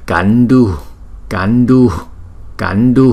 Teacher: Chữ Hu nó rất là nhẹ. cạnh đu nó cái chữ đu nó mạnh lên thì chúng ta thấy cái chữ hu nó yếu lại